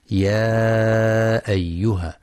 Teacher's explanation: ينتبه القارئ للمد المنفصل: يا أيها، يمد 4 أو 5 حركات